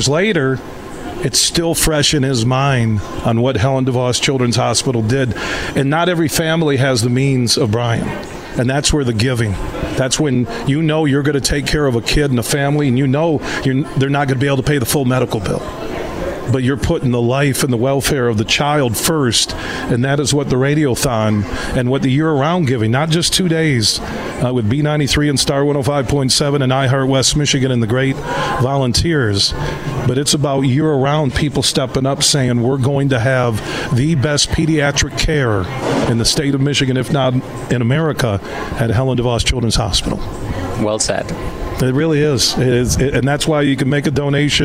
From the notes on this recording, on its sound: We're broadcasting live from Helen DeVos Children's Hospital in downtown Grand Rapids as iHeart West Michigan has their 24th Annual Radiothon.